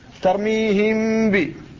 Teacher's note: عند النطق بالغنة أخرجت الغنة من الخيشوم ولم تفتح الشفتين، فتقول ترميهم ب، فالميم لم يخرج في وقت النطق بمكانها، لم يخرج هواء من الفم أصلا، فدل هذا على أن الحرف قد ذهب وصفتها خرجت من الخيشوم وهي الغنة. · Term: الإخفاء